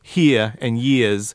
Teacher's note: when he says here and years, he's dropping those R's, whereas someone from Appalachia would force those R's and would say here and years.